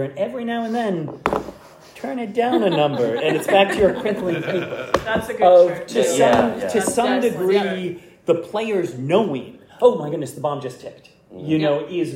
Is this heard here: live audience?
yes